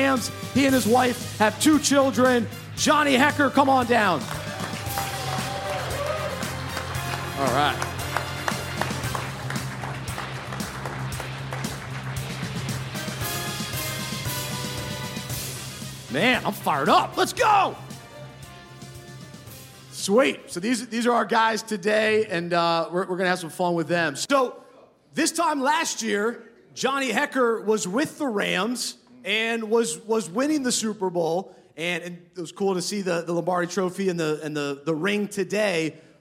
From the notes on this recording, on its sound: This edited audio was taken from "Super Saturday IX", a special event put on by Unpackin' It the day before the Super Bowl.